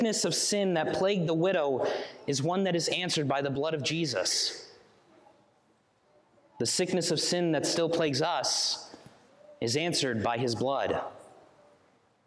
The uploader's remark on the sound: Sermon preached on September 24, 2023